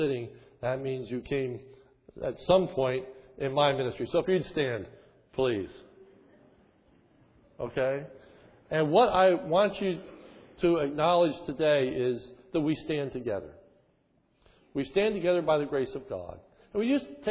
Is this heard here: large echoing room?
yes